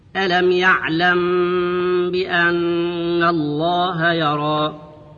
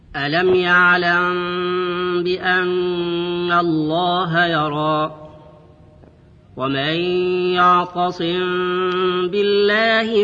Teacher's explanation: بطريقة الإخفاء حيث تتحول الميم الساكنة إلى شيء بين الميم والنون · Shown in: second take